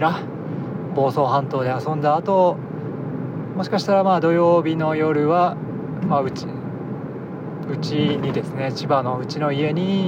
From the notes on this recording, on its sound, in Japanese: iPhoneで録音